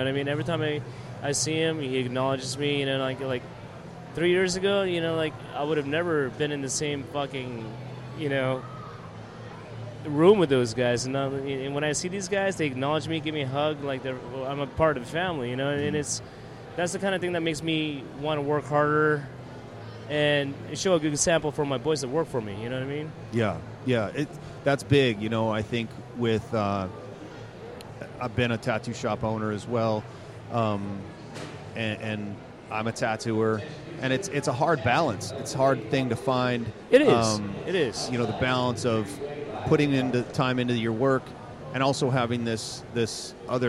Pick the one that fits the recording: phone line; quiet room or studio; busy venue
busy venue